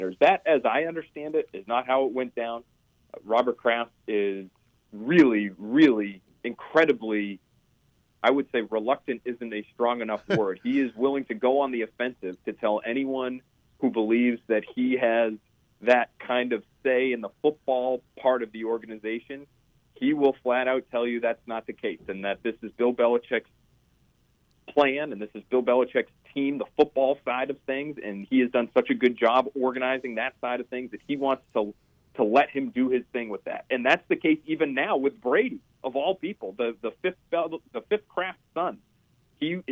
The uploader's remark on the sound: joined on the phone by NBC Sports Boston reporter